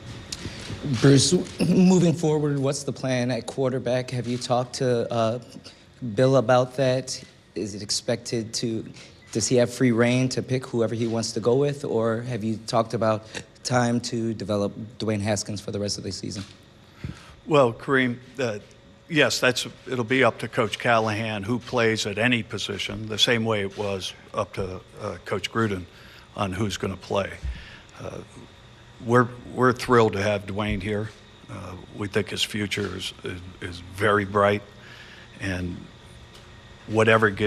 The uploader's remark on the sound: Press conference. Speaks with the media.